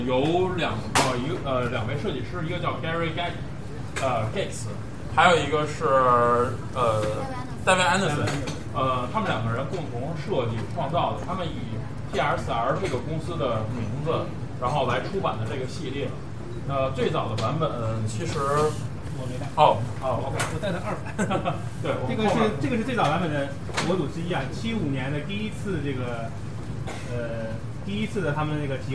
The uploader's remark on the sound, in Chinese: 本期节目是当时的现场录音